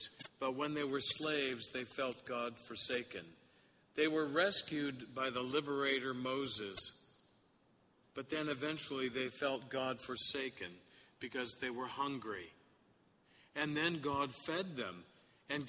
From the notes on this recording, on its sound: Sermon Audio from the Sixteenth Sunday after Pentecost service at St. Francis Episcopal Church.